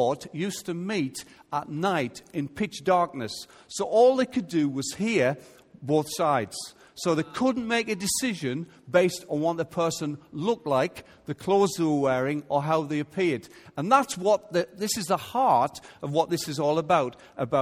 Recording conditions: large echoing room